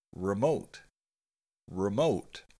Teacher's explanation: The word remote uses a short E, and the accent is on the second syllable.